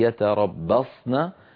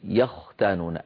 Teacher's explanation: درجة تفخيم الصاد في يتربصن مثل درجة تفخيم الخاء في يختانون